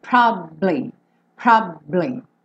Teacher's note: Então, ele faz como se fosse um B, ele fica um pouquinho mais de tempo com o lábio fechado no B